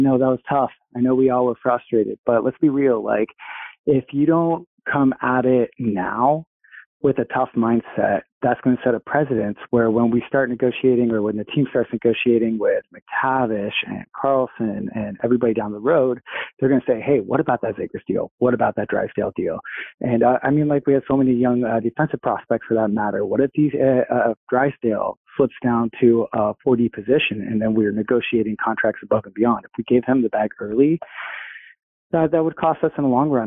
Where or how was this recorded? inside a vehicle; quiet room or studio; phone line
phone line